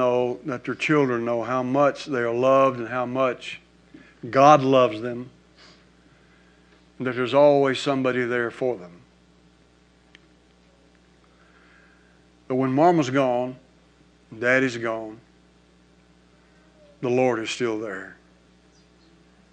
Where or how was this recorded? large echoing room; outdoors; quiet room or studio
large echoing room